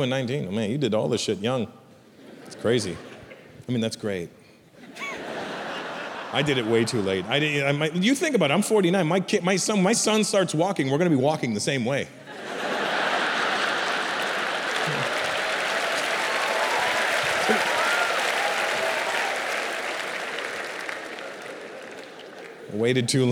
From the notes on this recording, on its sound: An international stand-up event from ‘the Motherland’. Recorded in front of a sold-out audience at Mumbai’s NSCI Stadium.